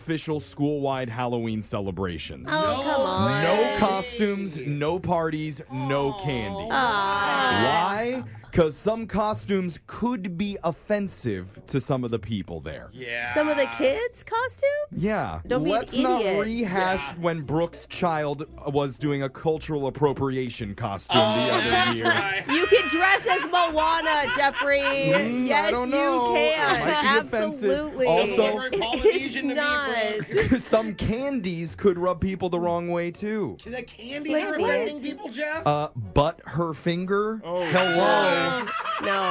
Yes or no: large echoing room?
no